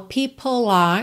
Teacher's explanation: Você já junta o L de people em are, porque o E final de people não é pronunciado, certo? O som termina no L, people.